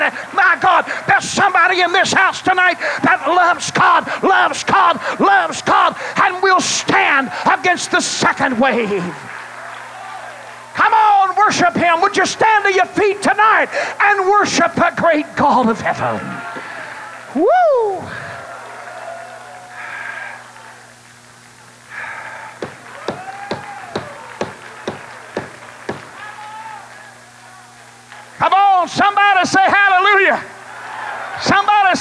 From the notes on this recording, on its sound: Preached at Mississippi District Campmeeting, July 22, 2003. Surviving The Second Wave was preached at Mississippi District Campmeeting.